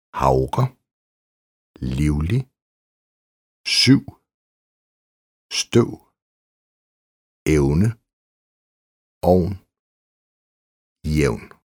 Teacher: Euforisk, euro, Europa, feudal, leukemi, neutral, rheumatisk. Kort vokal plus V. V udtalt som U.